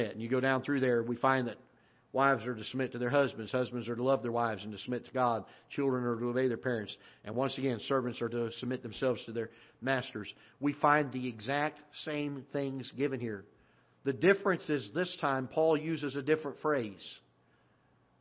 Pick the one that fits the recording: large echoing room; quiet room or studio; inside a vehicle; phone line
large echoing room